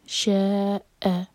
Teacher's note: شاء پر جو مد ہے یہ ہے مد متصل چار حرف کا لمبا